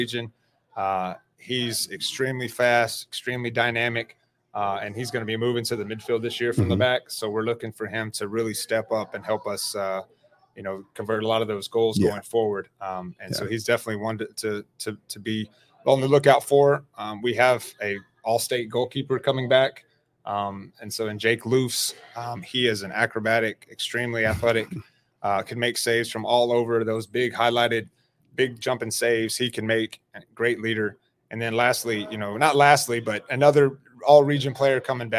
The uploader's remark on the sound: TASCO Convention Series. We're LIVE from beautiful Moody Gardens in Galveston, TX at the 2022 TASCO Texas High School Coaches Convention.